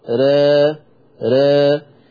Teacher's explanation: التقليل للفتحة أقرب، بس الفتحة مش كاملة.